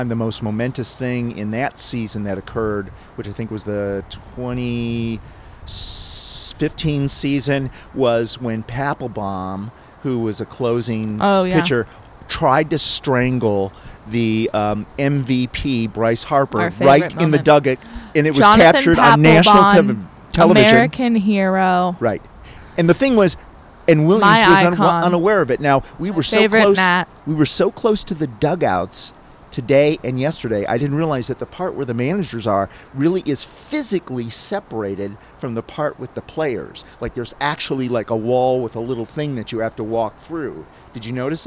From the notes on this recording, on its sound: Cover the opening of the Washington Nationals Spring Training in person, recording LIVE from West Palm Beach, Florida for the first 3 games!